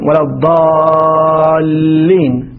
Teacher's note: ثم يأتون بأمثلة، مثلا الضالين ولا الضالين، التقاء ساكنين هنا، الساكن الأول الألف والساكن الثاني اللام الساكن المدغم في مثله